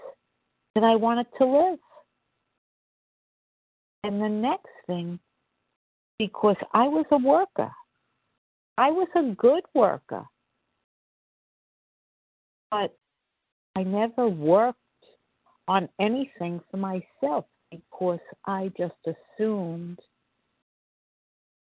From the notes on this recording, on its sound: 100 Pounders Phone Meeting, 2/15/24